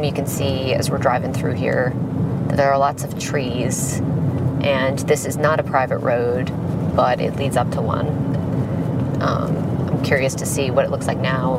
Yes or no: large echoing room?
no